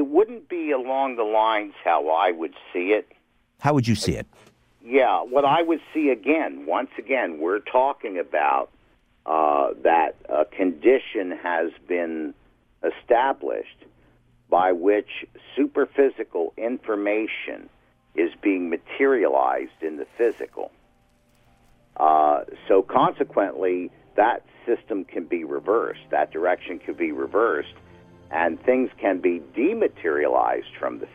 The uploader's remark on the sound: OPEN LINES. Took a call from a woman in Oshawa. Another caller from Rochester, New York.